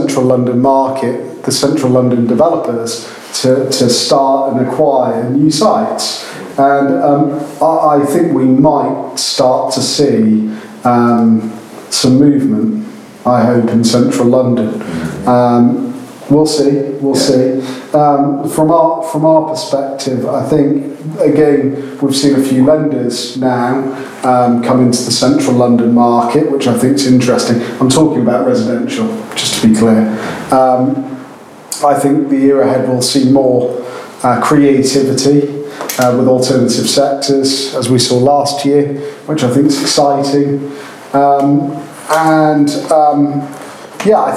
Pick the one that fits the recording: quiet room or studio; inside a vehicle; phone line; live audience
live audience